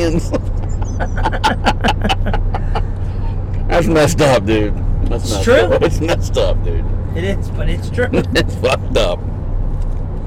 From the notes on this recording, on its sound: LIVE ON THE ROAD! We had a blast doing this episode from the car on the way to the Bristol night race!